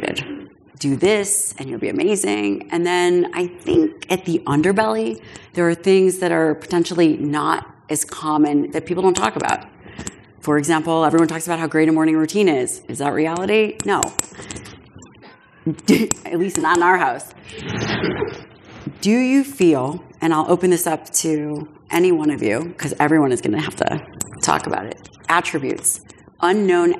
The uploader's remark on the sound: This special live episode from the first annual Forever Strong Summit features influential speakers from various fields.